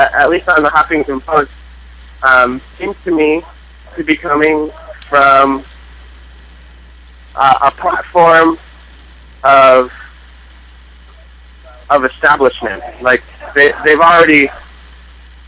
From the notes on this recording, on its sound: Live from Occupy Wall St. Zuccotti Park.